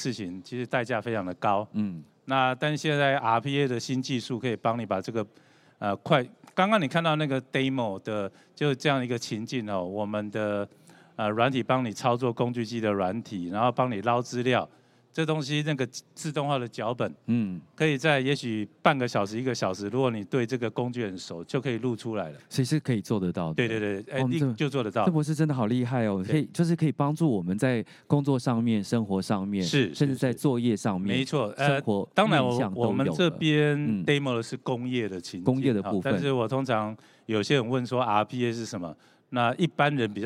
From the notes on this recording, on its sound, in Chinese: 本集節目於2022年「台灣國際智慧製造系統整合展（TIIM）」展期間錄製